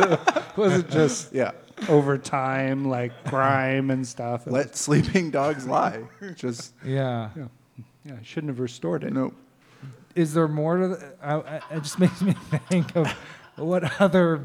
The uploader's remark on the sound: Live again from Humble Burger